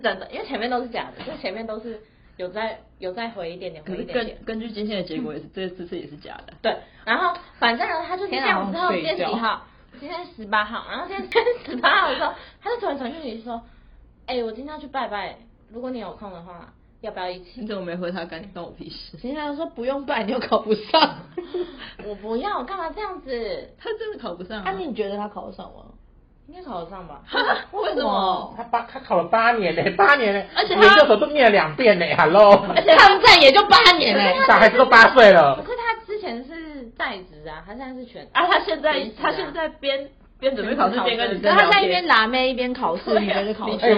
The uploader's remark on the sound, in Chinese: 本集有些許收音技術問題。吵鬧注意。